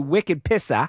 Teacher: Leaving the R sound off the end in that classic New England way of talking.